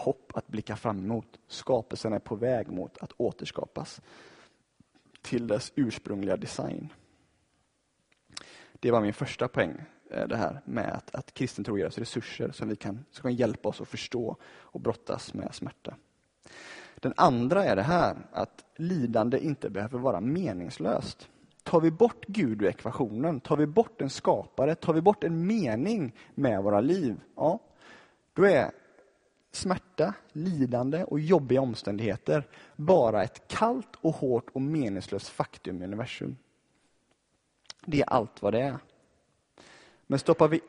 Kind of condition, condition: setting, large echoing room